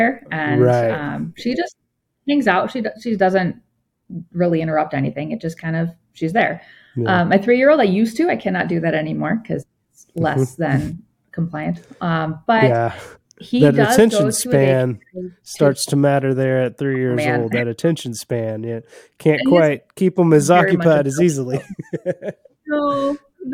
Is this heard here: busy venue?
no